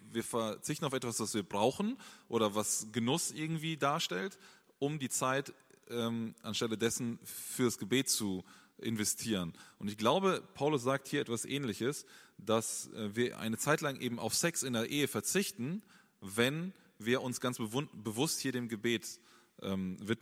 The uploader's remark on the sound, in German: Eine Frage aus unserem Q&A Abend